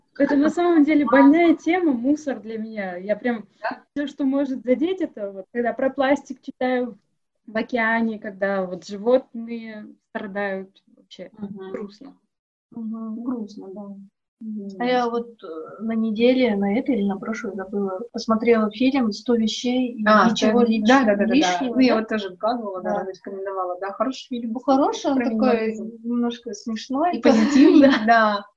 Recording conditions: poor sound quality